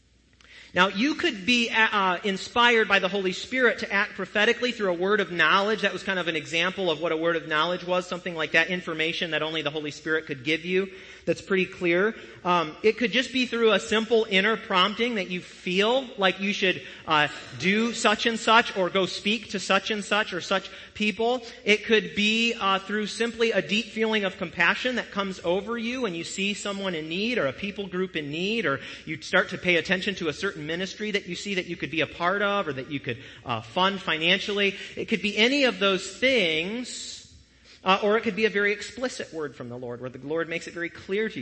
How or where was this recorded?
large echoing room